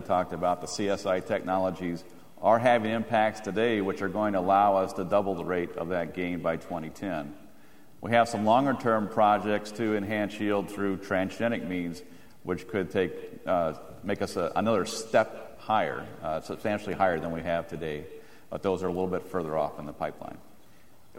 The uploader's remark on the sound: The closing general session of the 2008 National Biodiesel Conference featured a panel discussion.